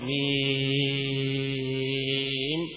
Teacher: تمد هذا الحرف ست حركات مدا طويلة